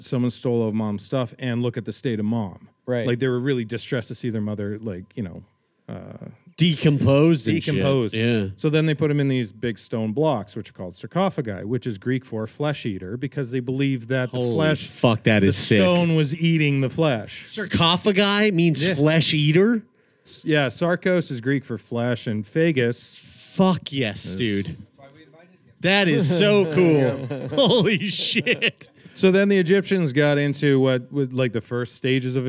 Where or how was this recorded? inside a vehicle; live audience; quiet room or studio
live audience